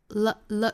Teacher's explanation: 我们在发舌侧音的时候，只要记得舌尖是去抵上齿龈，去发一个了了了的发音